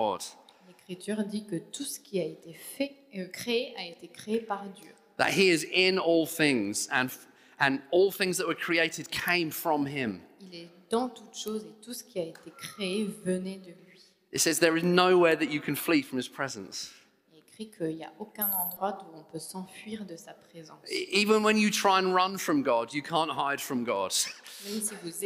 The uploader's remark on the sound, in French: Enregistré à l'église CVV, le 03/04/2022